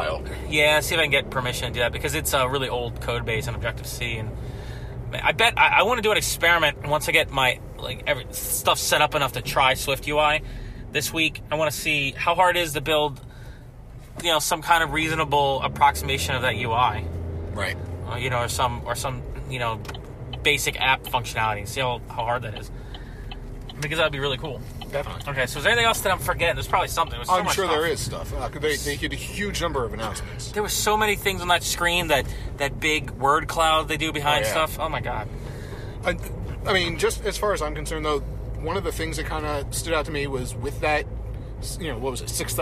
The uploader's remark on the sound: We recorded this on the car ride home from a movie, so the audio quality isn't great